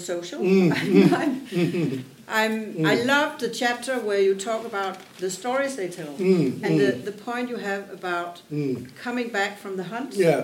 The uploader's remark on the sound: The Anthropological Happy Hour Podcasts are based on recordings from the Monographic Happy Hour events, which the Anthropological Association of Denmark cohost with the department of Anthropology at Copenhagen University.